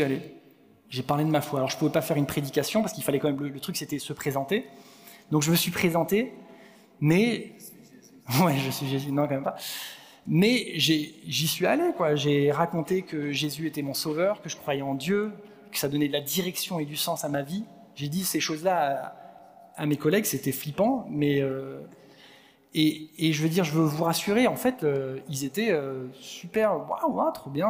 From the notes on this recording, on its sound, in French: Enregistré à l'église CVV, le 06/11/2022